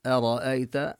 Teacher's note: نرقق الهمزة ونفخم الراء، والياء حكمها أنها حرف لين نبينها أرأيت، لا نمدها كثيرا أكثر من المد الطبيعي، لا نبينها كما نبين حروف المد.